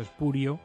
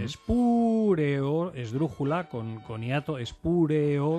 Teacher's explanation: Espureo, esdrújula, con hiato, espureo, con pu es una sílaba, re es otra, io es otra, espureo, eso es incorrecto.